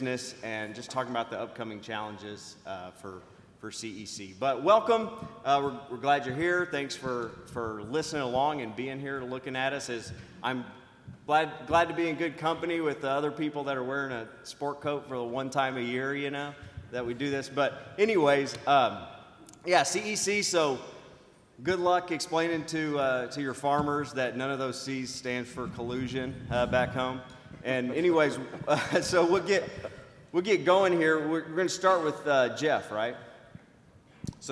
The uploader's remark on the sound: Live from CEC. This episode is a live recording of the panel.